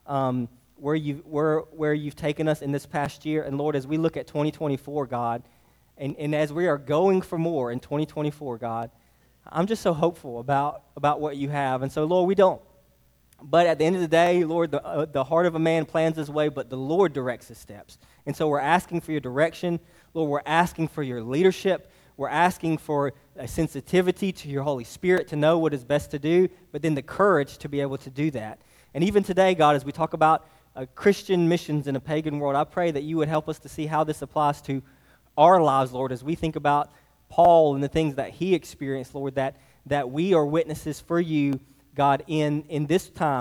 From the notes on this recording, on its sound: Sermon preached to Hillside Baptist Church in Eastman, GA. Sermon preached to Hillside Baptist Church in Eastman, GA.